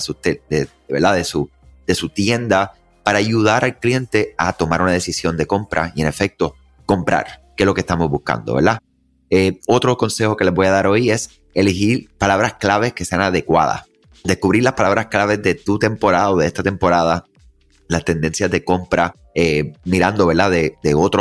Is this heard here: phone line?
no